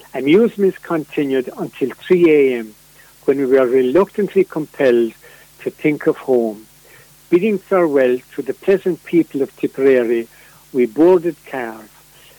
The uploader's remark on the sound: joined on the phone by Ogonnelloe correspondent